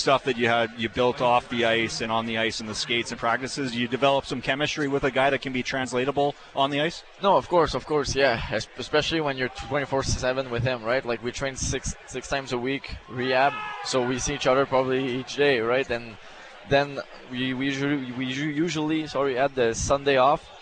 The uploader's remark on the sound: live from the Deerfoot Inn & Casino for the Flames Ambassadors' Celebrity Poker Tournament